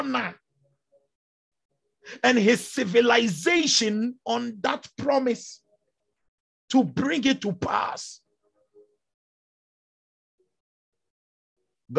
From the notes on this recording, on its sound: Zoom meeting